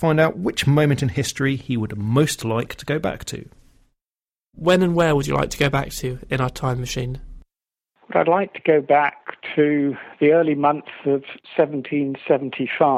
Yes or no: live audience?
no